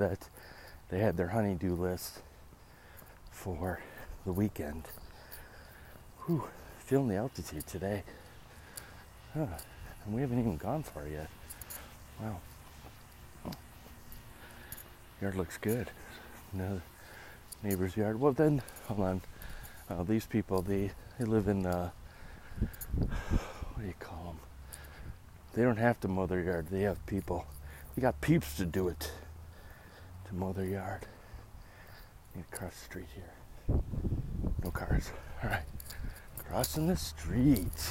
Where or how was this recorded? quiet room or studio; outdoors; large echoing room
outdoors